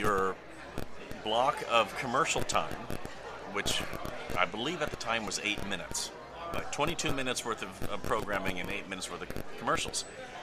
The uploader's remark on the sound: live at the National Corvette Museum Comic & Toy Show in Bowling Green, KY